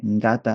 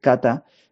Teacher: Hay una tendencia a pronunciarla como una K en vez de gata, decir cata · Shown in: second take